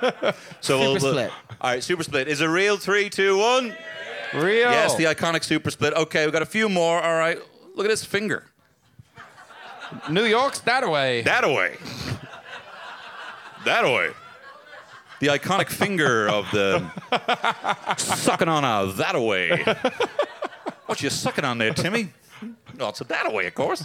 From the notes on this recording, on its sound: Huge thanks to the Workmans for having us again.